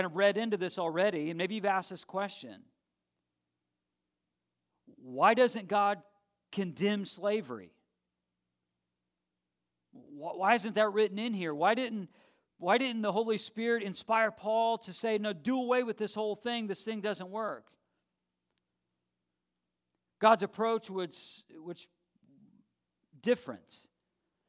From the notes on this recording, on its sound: live stream of our Sunday worship gathering at Dublin Bible Church